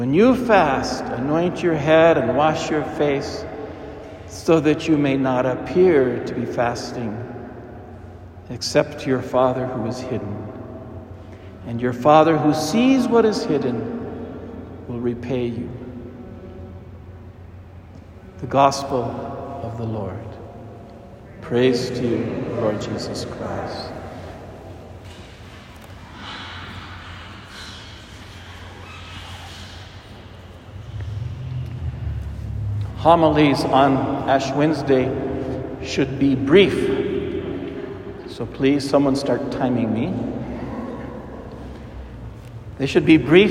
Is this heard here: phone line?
no